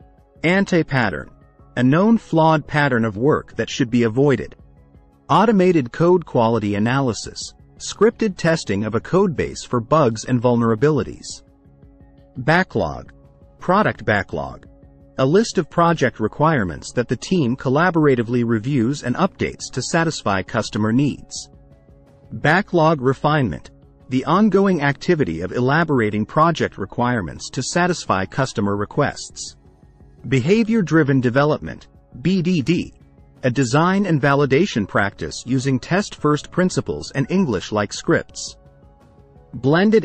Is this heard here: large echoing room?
no